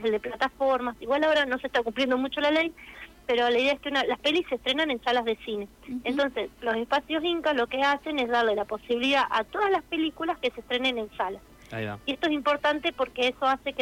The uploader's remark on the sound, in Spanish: En comunicación telefónica con CTNR.